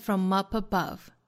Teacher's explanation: from 是可以弱读成 from。弱读成 a 的元音，from up above 复原连读 ma pa ma pa ma 和 pa 的连读 ma pa